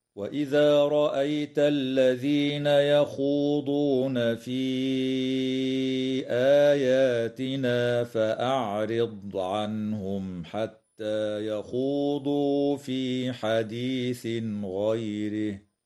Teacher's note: تمد الياء في قوله تعالى في آياتنا بمقدار أربع أو خمس حركات من قبيل المد المنفصل